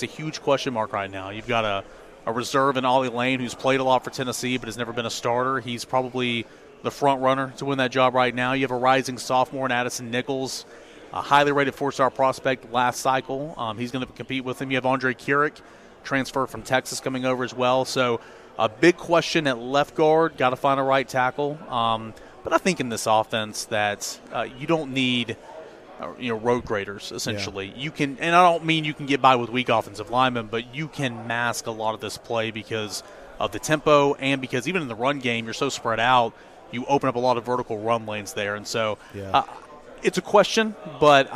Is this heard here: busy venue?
yes